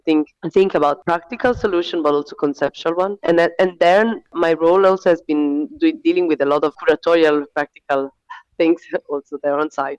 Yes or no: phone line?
yes